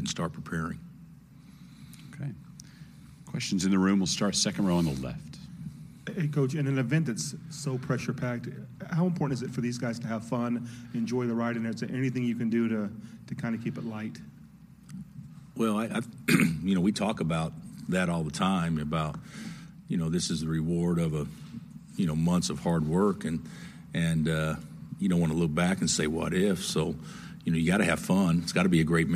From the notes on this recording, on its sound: full press conference audio, all from Fort Worth, TX